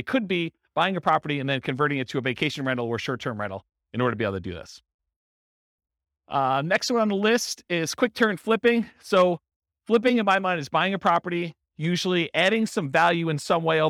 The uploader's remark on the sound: This was a live class recorded.